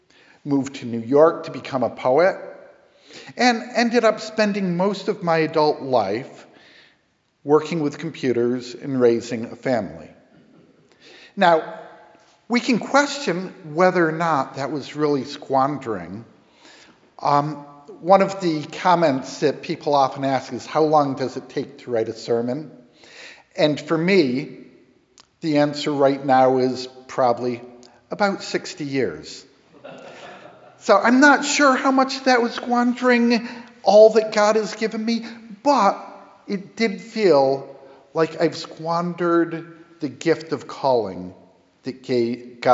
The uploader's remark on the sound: Sermon preached 9/22 at Grace Episcopal Church in Hartford, CT